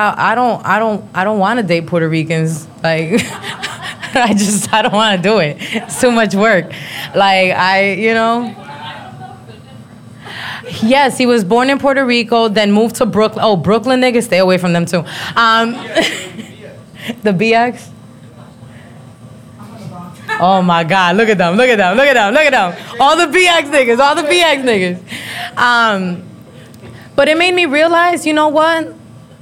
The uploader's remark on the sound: Tacos Tequila & Trivia Live Show. It's my very first solo live show and also trivia night! Location: Novelty at 101 Orlando FL.